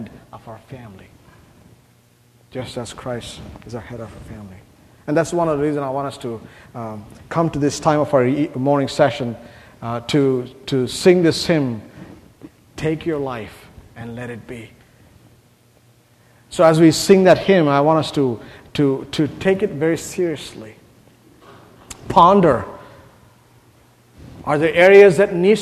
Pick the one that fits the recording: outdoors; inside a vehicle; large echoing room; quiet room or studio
large echoing room